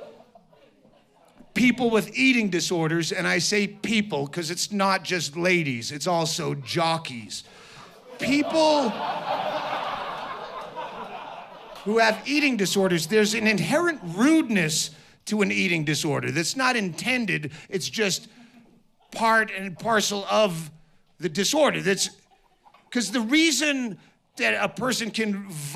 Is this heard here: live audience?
yes